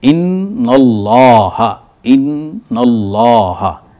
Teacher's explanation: انا اس کے اوپر زبر ہے، اس کے بعد لفظ اللہ ہے، اس کو ہم موٹا کر کے پڑھیں گے